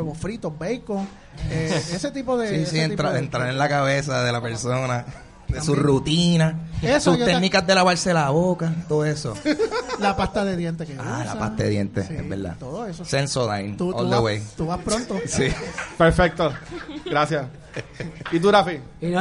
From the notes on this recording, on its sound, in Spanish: El cual fue grabado ¡EN VIVO! Desde la tienda The Bookmark en San Patricio Plaza.